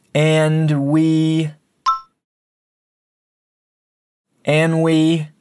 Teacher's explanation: muchas veces en el inglés hablado lo decimos rápido y no se escucha la D al final